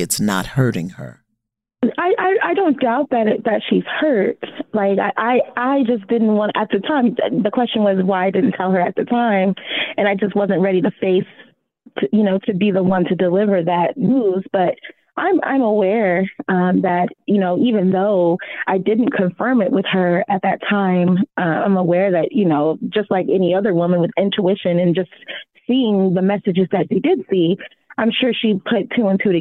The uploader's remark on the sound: Talking to callers. Two women call.